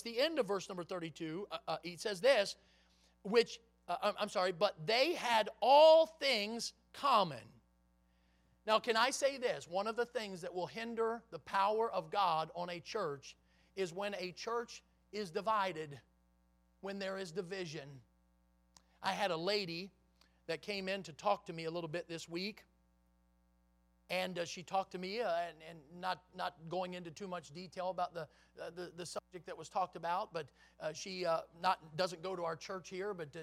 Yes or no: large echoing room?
yes